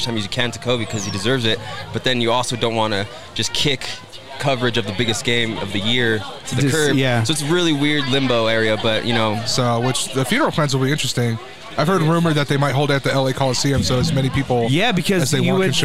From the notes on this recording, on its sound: Live From Big Bear Mountain Resort. To do a special live recording in the snow. Chat with listeners.